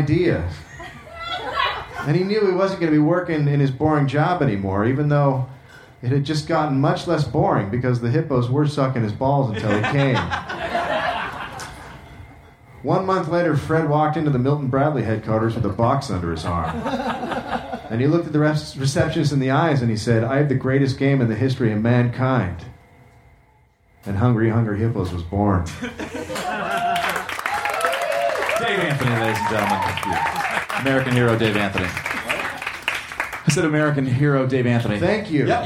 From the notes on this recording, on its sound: At The Virgil in Los Angeles.